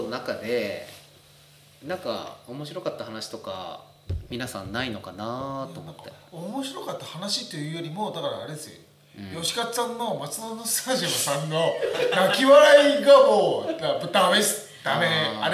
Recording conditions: poor sound quality